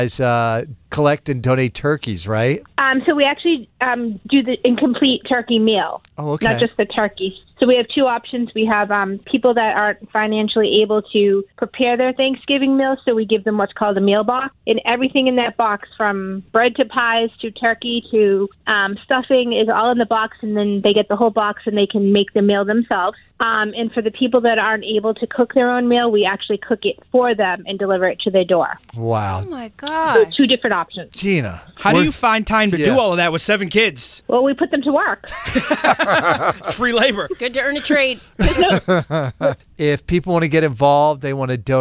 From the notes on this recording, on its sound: called